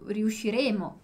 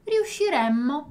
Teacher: Com a pessoa noi vai ser sempre esse emmo aqui com dois M's, então bem forte, para diferenciar do futuro · Shown in: second take · que é, por exemplo, riusciremo, né?